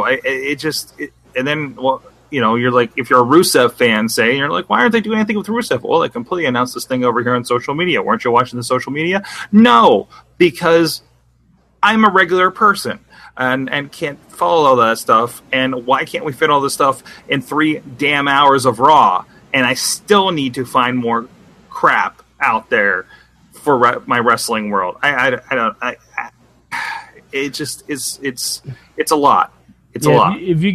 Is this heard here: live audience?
no